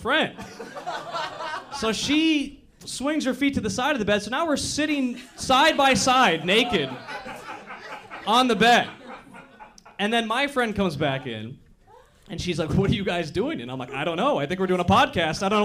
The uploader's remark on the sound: recorded at our live show